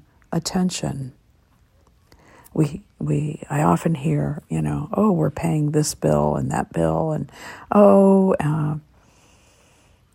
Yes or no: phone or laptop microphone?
yes